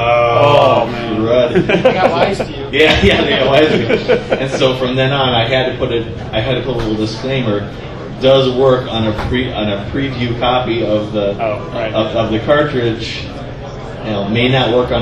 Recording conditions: background noise